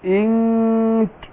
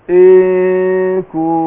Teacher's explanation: فبخفي النون عند الكاف · Shown in: first take · Term: الاخفاء